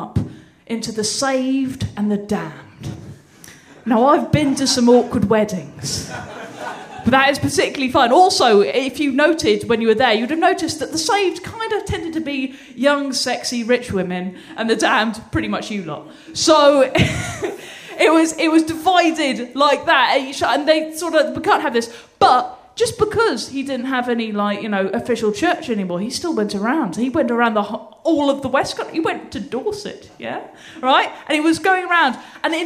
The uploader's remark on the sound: This week's episode is the third act of our Tragic Winter live show which took place at the Hackney Attic in February